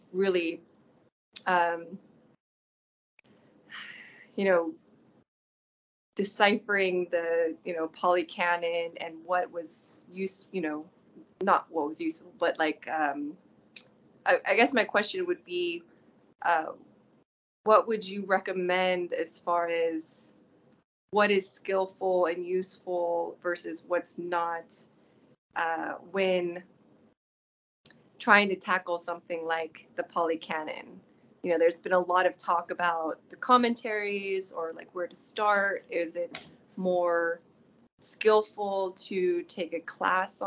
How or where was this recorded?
video call